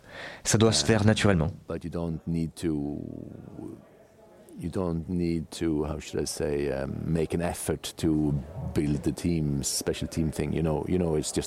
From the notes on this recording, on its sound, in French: enregistré il y a quelques semaines au coeur du CHI de Genève